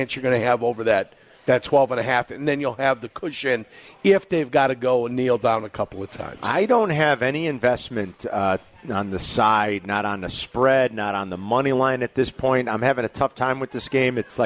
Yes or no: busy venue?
yes